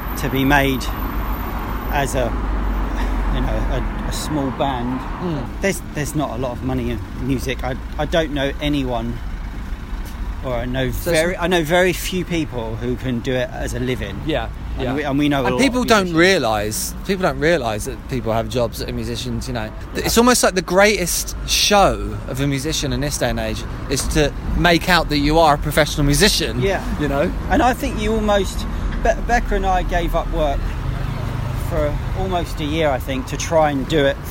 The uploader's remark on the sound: Quick, heavy breathed walking tour of the English town of Bristol.